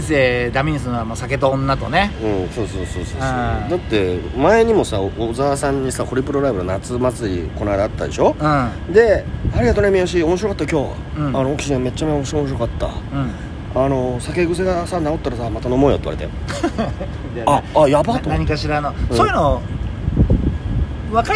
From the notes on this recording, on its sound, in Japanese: 東洋館屋上での録音のため音声悪いです